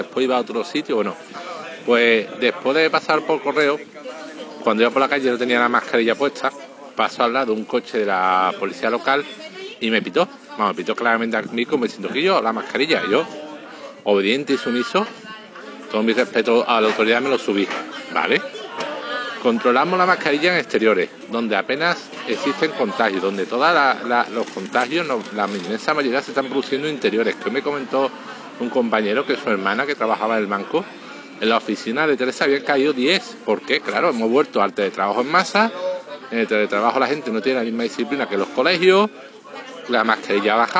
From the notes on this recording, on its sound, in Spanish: con ruido de un pub de fondo, así que la calidad no sera muy buena